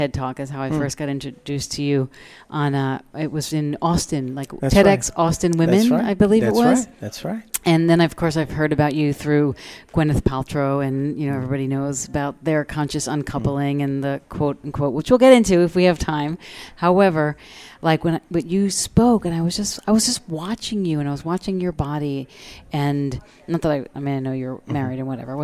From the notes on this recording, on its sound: Broadcast day 2 Live form the Largest Women's conference in the USA! We will be live for 2 days bringing you all the event action, keynote speakers and VoiceAmerica hosts.